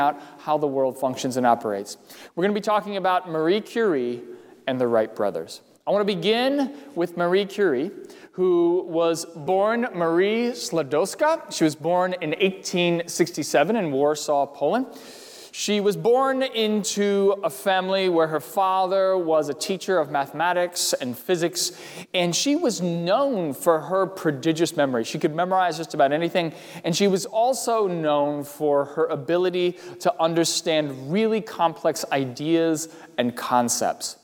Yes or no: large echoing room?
yes